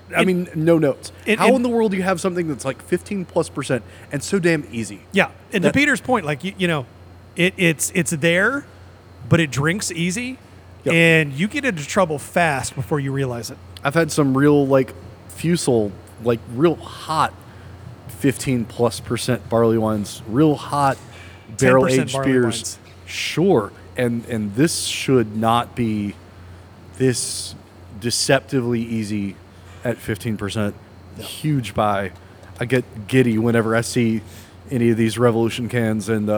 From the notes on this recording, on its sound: The Second one at Heist. Might hear a little background noise because we are finally doing a show at Heist!